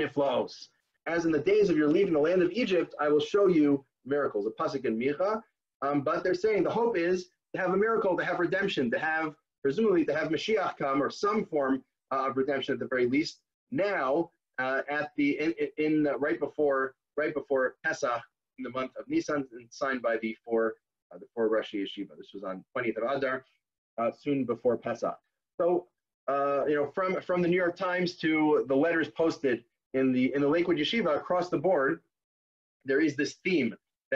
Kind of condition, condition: link, video call